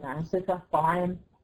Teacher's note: مخرج العين مخرج مرقق لا يفخم باي حال من الاحوال، حتى لو جه وراه حرف الالف الماديه زي كلمه عاصفه، طعام، إذا جوهر وحرف مفخم في كلمة عاوين وهي من الأخطاء الشائعة مع الطالبات.